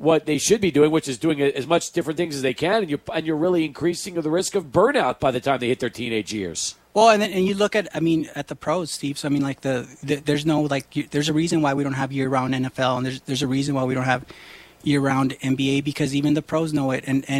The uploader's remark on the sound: SportsTalk Live at the Desert Institute of Sports Medicine